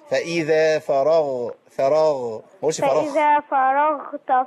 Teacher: نجيب الغين بقى غين ما نجيبهاش خاء